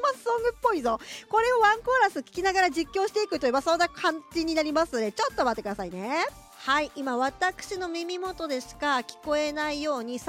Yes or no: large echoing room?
no